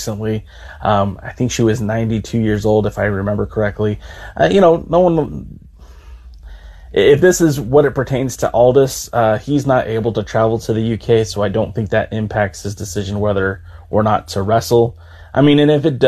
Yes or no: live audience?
no